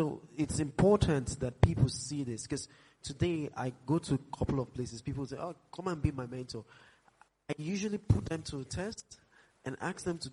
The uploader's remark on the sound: Live Episode of LSW18